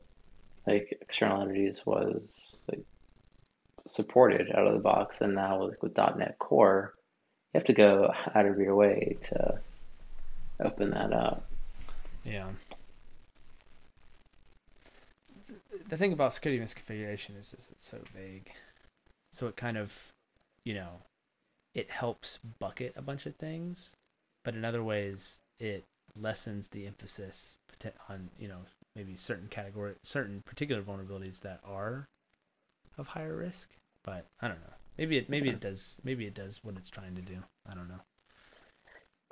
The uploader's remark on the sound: My audio was incredibly quiet during the recording so when editing I had to pump up the volume which introduced a fair bit of static. I apologize and hope the episode is bearable despite that static!